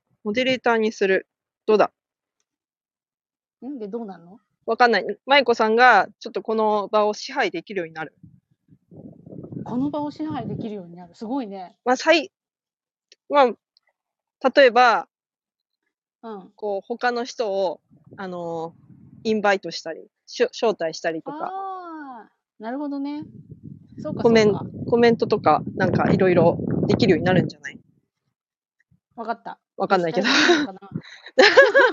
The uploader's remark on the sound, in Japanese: 農作業しながらライブ。音声の品質はまだまだ模索中。